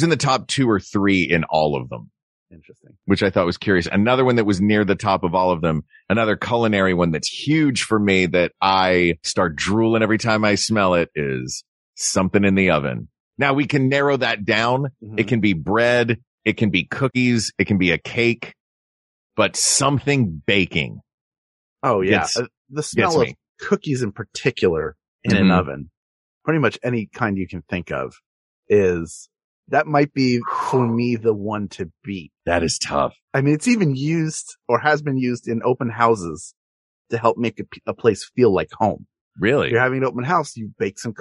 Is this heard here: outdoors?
no